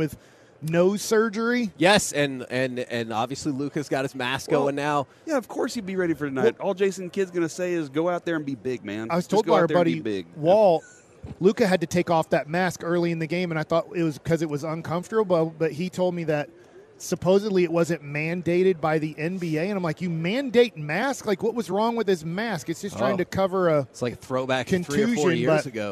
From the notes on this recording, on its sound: reacts LIVE from Radio Row in Las Vegas